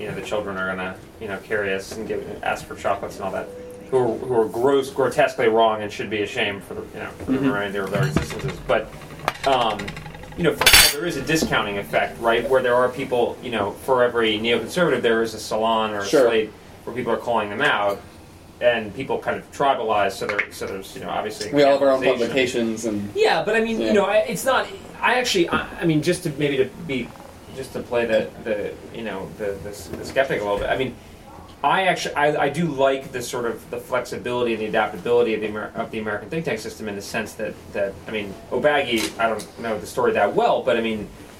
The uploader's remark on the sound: Last night, some of Washington’s finest national security minds met me at the cabinet room in the Jefferson Hotel bar to talk shop.